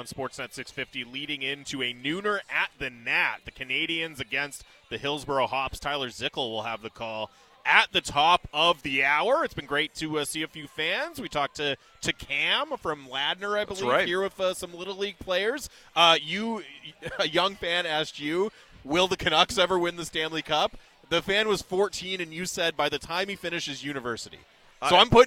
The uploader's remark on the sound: Live from Nat Bailey Stadium as the Vancouver Canadians play host to the Hillsboro Hops.